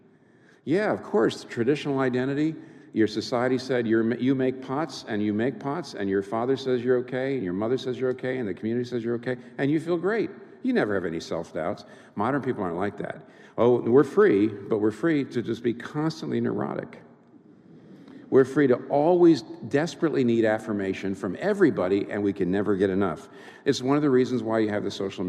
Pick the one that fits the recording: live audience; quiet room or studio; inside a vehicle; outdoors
live audience